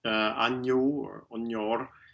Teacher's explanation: this sound is like a compression of n and y and has a little bit of a different placement so we don't have two sounds.